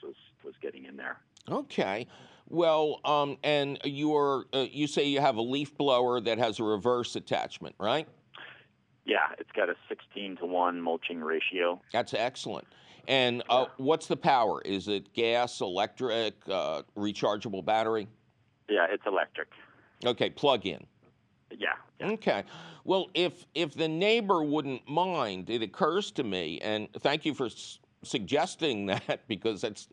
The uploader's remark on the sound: Your fabulous phone calls!!